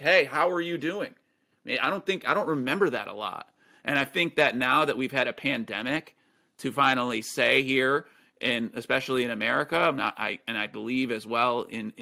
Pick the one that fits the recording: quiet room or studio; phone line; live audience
quiet room or studio